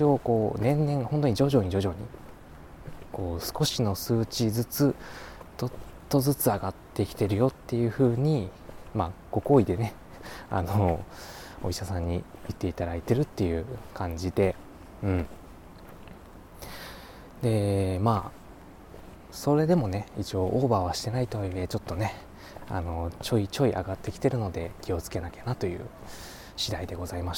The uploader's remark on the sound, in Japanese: 今回は久々の散歩回。歩きながらぽつぽつとお喋りしました。